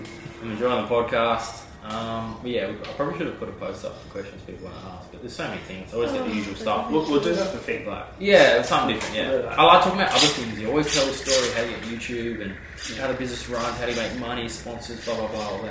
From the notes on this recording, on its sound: SORRY FOR THE AUDIO ISSUES I HAVENT HAD ANY LUCK FIXING IT